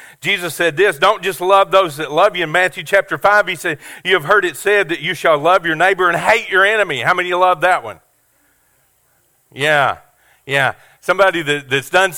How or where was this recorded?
large echoing room